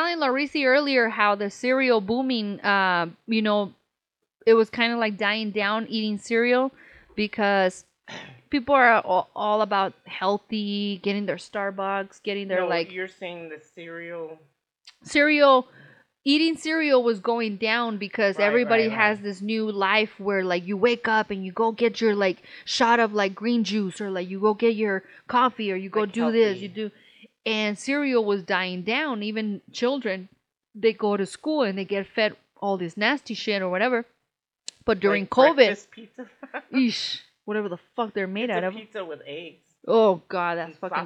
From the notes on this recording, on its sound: Sorry about the audio